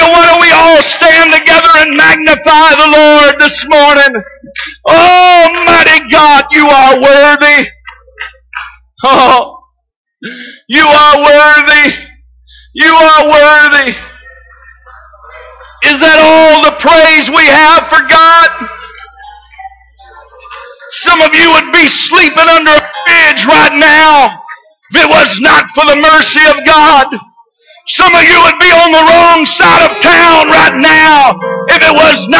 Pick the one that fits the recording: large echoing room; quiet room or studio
large echoing room